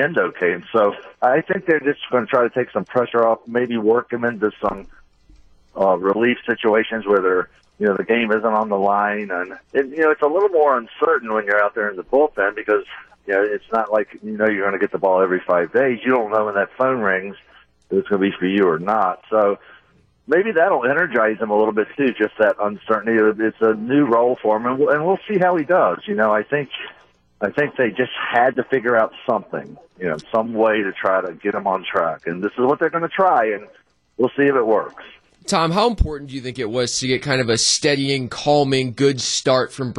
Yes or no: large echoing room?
no